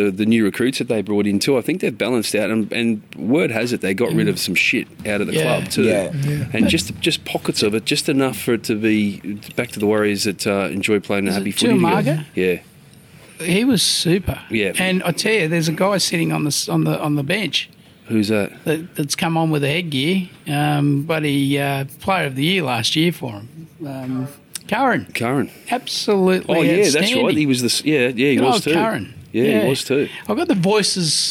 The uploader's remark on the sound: BTFU is filmed and recorded at The Village Inn Paddington.